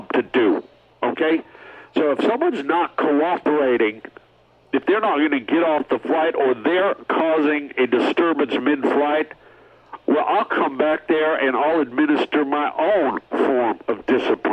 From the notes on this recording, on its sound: Phone calls from listeners. An angry PILOT calls the show.